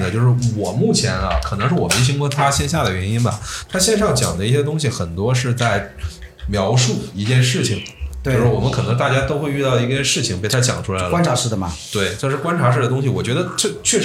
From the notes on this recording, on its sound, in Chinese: 由于录制现场有一些嘈杂背景音，后期无法处理，还望听友见谅